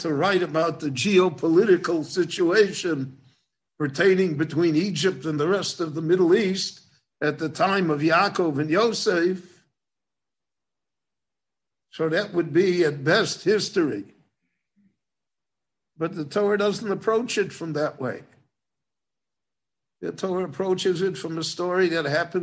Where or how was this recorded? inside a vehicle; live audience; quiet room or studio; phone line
live audience